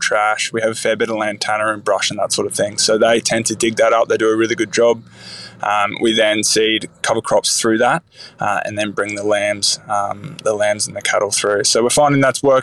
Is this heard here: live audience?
no